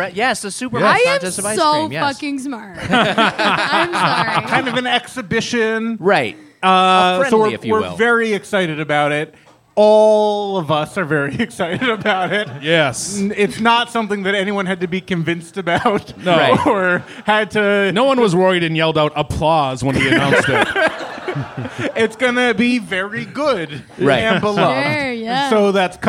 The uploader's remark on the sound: Followed by a live audience feedbag. Recorded live at the Hollywood Improv in Los Angeles.